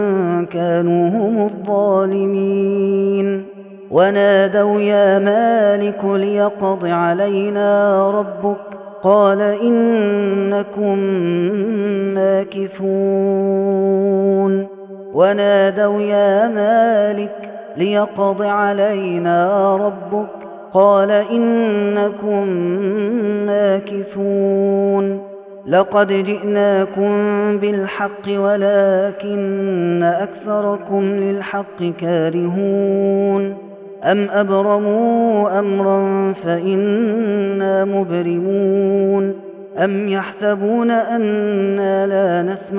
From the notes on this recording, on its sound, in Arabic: هذا التسجيل من صلاة التراويح